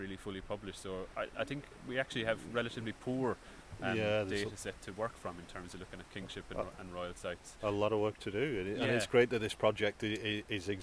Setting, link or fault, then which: setting, outdoors